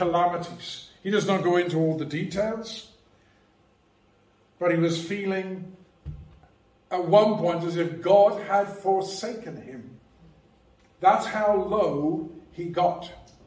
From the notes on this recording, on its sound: Preached at Rock of Ages Evangelical Church.